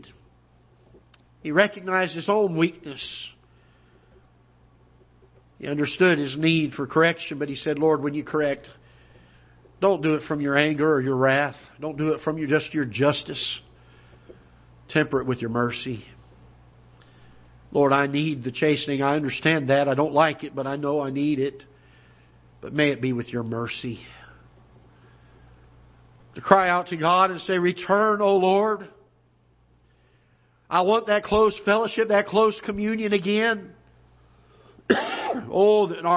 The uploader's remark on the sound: Ketha Heights Baptist Church ~ Live Broadcast.